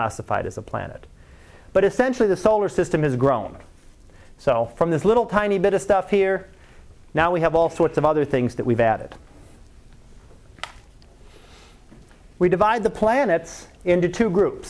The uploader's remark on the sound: Live Class Lecture